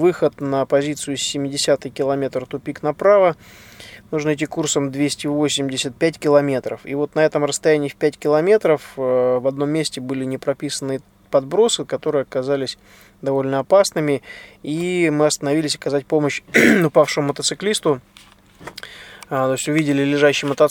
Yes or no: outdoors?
yes